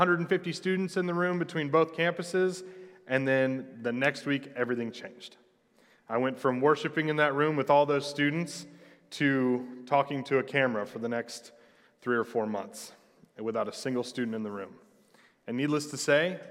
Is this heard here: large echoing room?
yes